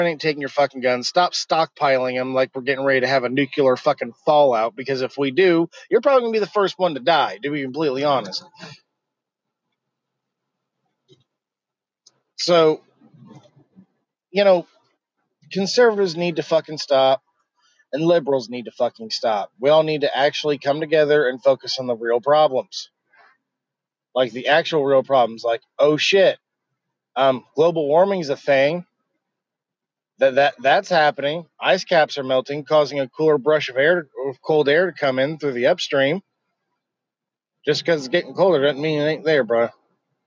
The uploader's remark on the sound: Just would like to share my thoughts while driving.